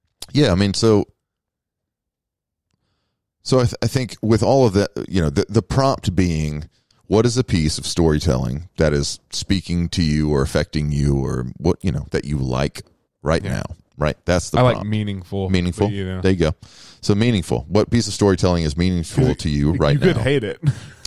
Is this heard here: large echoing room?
no